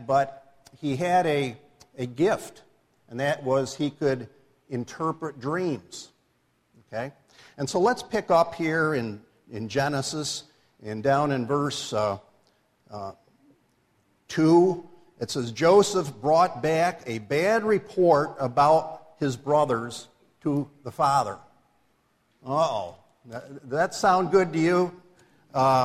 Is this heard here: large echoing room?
yes